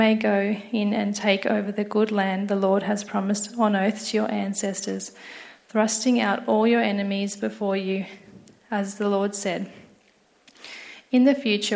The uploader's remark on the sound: an audience of church planters and their supporters